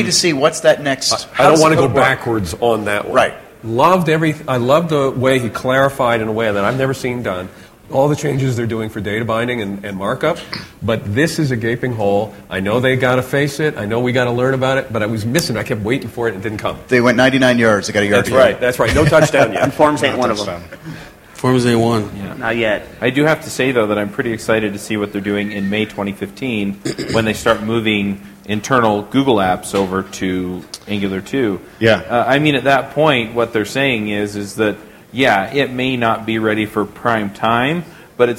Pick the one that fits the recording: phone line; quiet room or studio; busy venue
busy venue